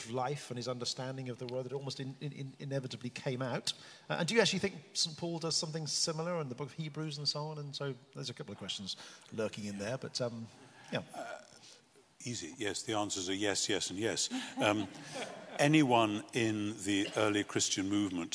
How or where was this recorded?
live audience